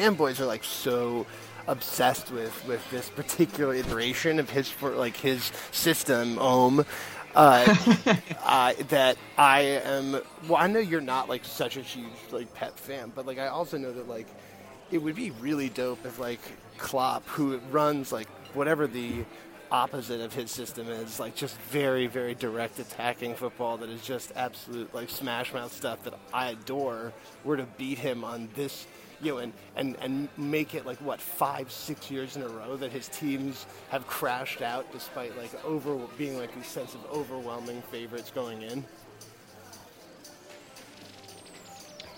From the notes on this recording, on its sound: we decided to record while I was at the JFK airport bar